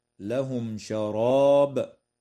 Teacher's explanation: تظهر الميم عند الشين في قوله تعالى: لهم شراب